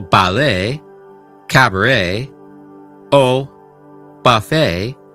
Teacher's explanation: en palabras como ballet, cabaret o buffet, la T al final es completamente silenciosa · Term: T muda